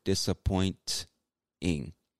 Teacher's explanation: But a lot of Americans, in my experience, we don't really pronounce the T like a hard T. It almost becomes an N or just disappears completely.